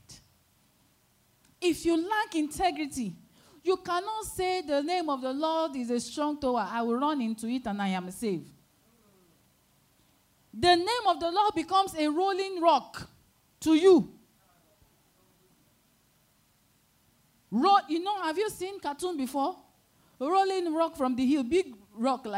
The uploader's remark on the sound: Sunday Service Held at Royal Grace Chapel, Lagos, Nigeria